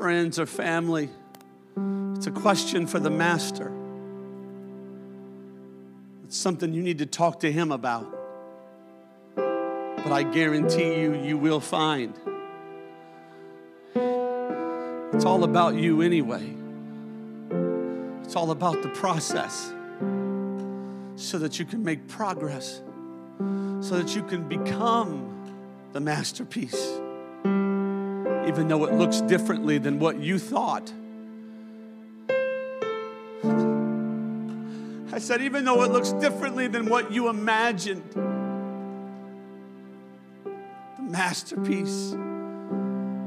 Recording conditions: large echoing room